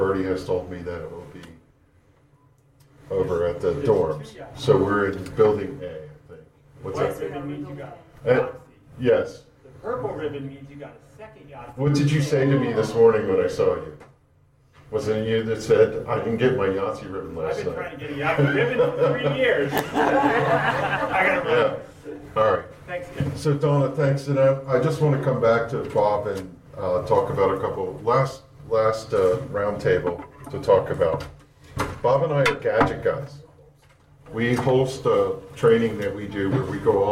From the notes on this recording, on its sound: Interactions with the live audience.